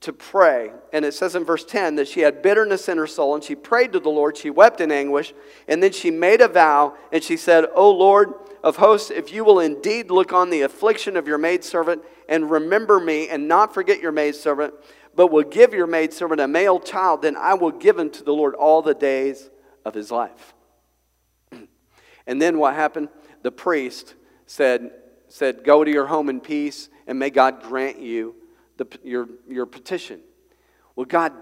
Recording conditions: large echoing room